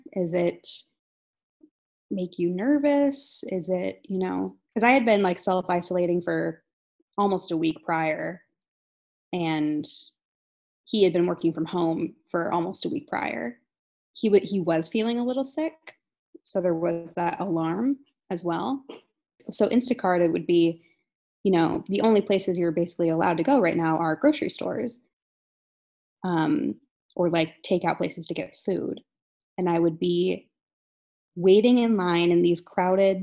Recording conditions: video call